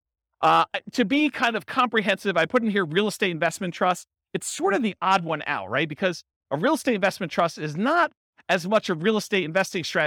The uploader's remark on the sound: This was a live class recorded.